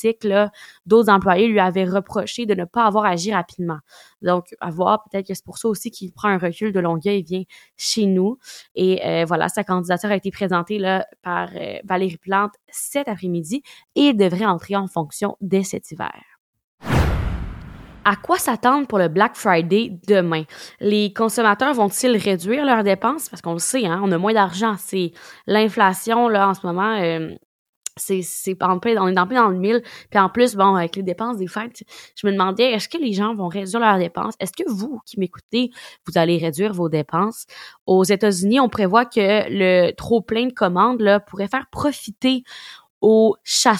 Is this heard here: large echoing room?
no